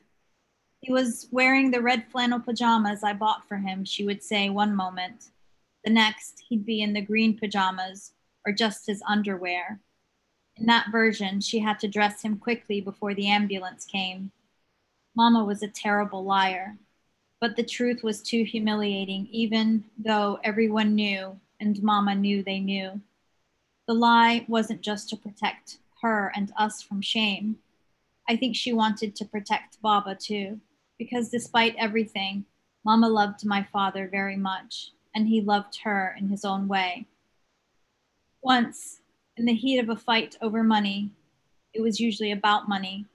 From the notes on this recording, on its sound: The conversation in this episode was was recorded in October 2020 as part of a series of webinars presented by APAN, the Australian Palestinian Advocacy Network.